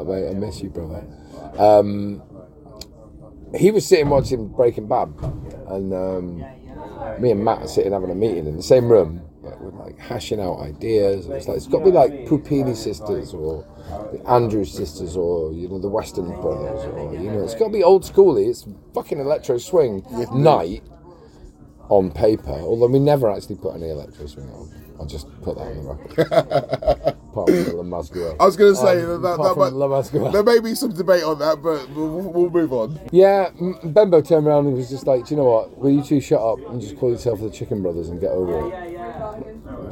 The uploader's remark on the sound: Seeing as I got to spend 9 glorious days on Worthy Farm this year, it felt like a great idea to take advantage of the wealth of DJs onsite and grab a few words. This interview was recorded minutes after his headline set at Platform 23 in Shangri-La at Glastonbury 2023.